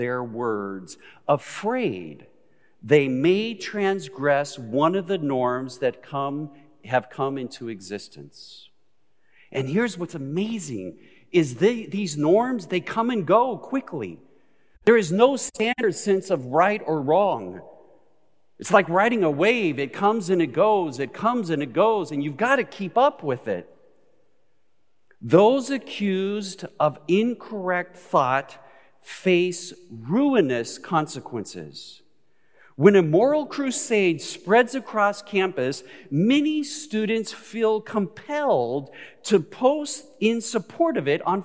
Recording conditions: large echoing room